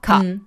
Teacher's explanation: der australische Akzent ist eigentlich nicht rhotisch. Das heißt, dass der Laut R nie am Ende von Wörtern vorkommt.